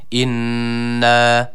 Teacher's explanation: Burada nunu birazcık tutuyoruz, bir elif miktarı uzatıyoruz. اِنَّا. Evet, نَعْلَمُ kelimesindeyiz.